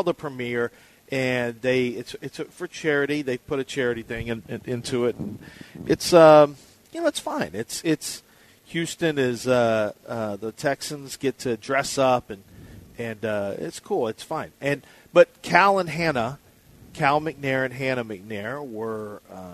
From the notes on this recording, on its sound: LIVE from the Golden Nugget Casino in Lake Charles!